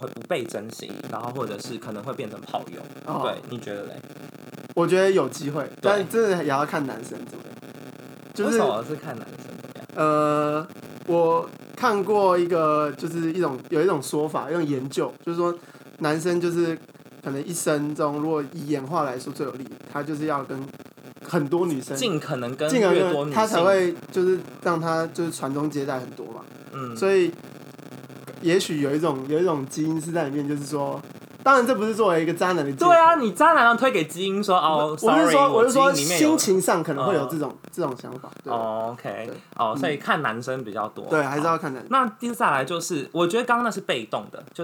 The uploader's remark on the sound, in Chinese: 然後第一次錄音 裝置有點技術問題有雜音